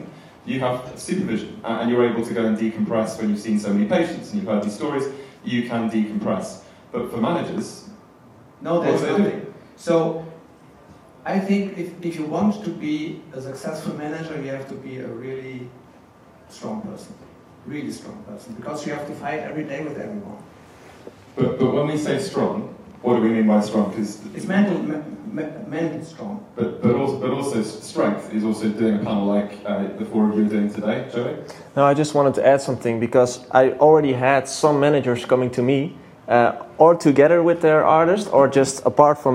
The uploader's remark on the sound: A Panel at Mixcon